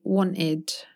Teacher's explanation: a lot of people in the UK would use a glottal T there, so they'd say wanted.